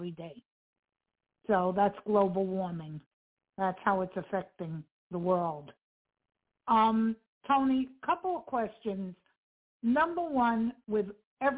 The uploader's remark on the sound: TNTSuperfantastic Conference Call